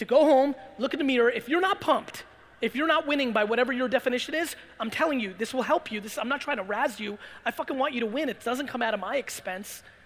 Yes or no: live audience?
yes